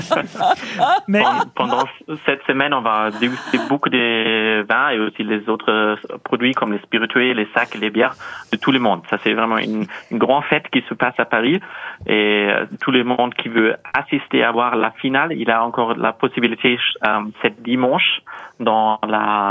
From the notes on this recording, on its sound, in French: les Grosses Têtes ont eu au téléphone